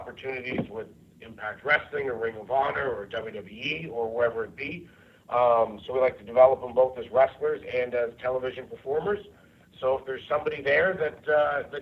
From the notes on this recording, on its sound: This is the full audio for the Impact Wrestling Media Call held earlier this morning.